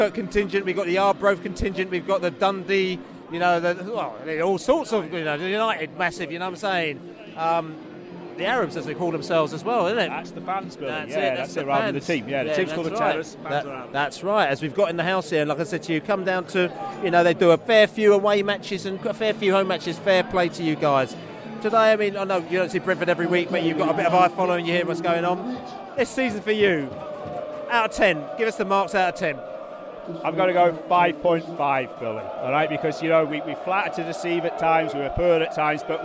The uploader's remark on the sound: post-match podcast from the pub